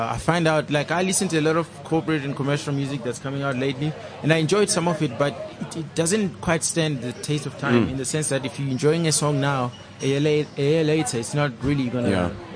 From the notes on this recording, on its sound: Live from the Lifestyle Home Garden.